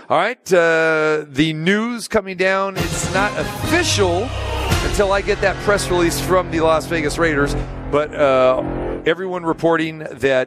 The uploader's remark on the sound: Live from the Super Book at the Westgate Las Vegas